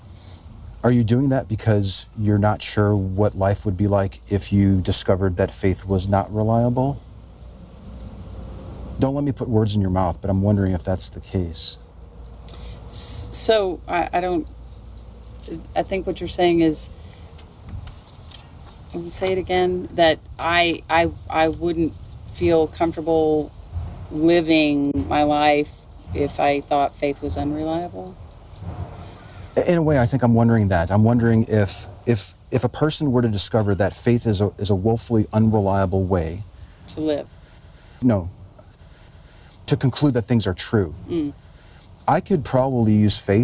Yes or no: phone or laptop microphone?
yes